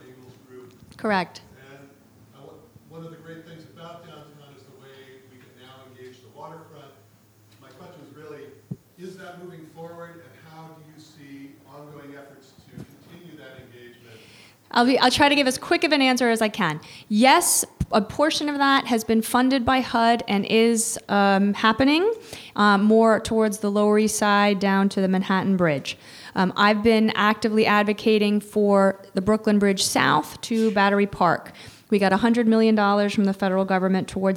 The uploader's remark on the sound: Part of the City of Tomorrow: Real Estate, Architecture & Design Summit presented by 92Y and Hundred Stories. Recorded on February 4, 2017 at 92nd Street Y.